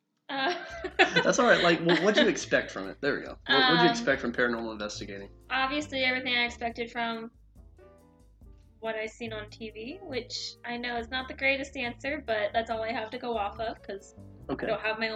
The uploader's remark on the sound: Minor audio quality issues.